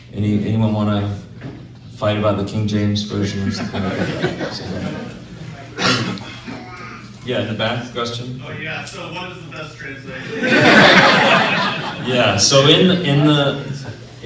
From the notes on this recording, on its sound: Lunchtime Q&A of the Interpreting the Bible Seminar.